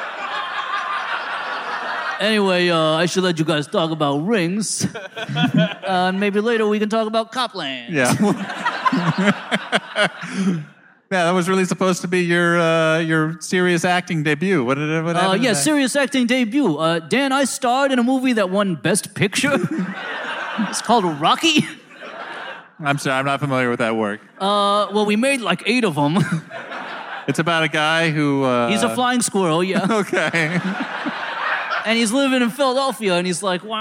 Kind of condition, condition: setting, live audience